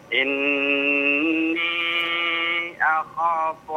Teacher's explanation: Inni dibaca 4 atau 5 harokat ya · Term: Jaiz mun fasil